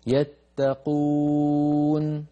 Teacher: النون الموقوف عليها والميم الموقوف عليها لا تمطيها، يتقون وبس، لا تطوليها زيادة.